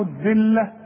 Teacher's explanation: الذلة طلع لسانك واللام مرققة